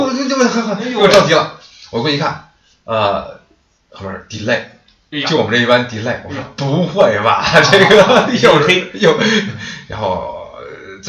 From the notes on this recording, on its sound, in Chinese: 出门在外没带专业话筒，音质抱歉